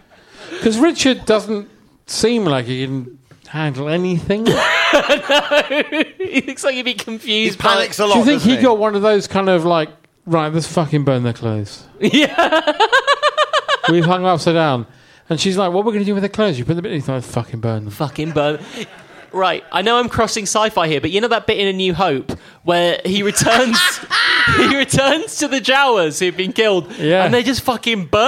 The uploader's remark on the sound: Live at The London Podcast Festival